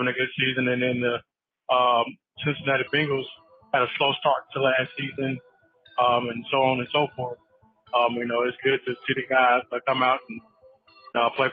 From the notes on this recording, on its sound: Your phone calls.